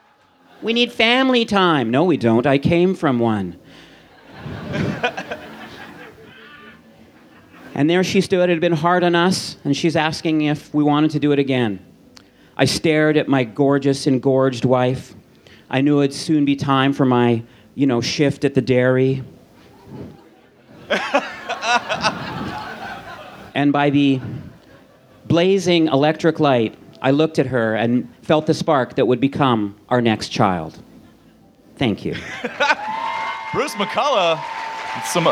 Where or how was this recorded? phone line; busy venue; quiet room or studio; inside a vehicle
busy venue